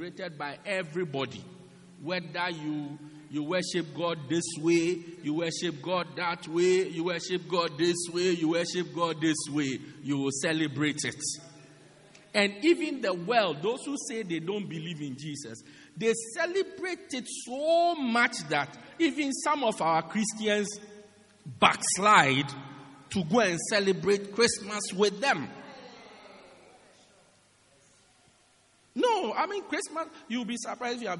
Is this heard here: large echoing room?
yes